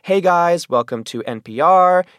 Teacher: You have rising tones, which make it sound like something's always coming next, so you keep listening.